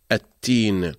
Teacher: فيصير عندنا تاءين، تاء ساكنة وتاء متحركة، فأصلها التين التين، ثم تدغم التاءان فتصبح التين. · Term: الإدغام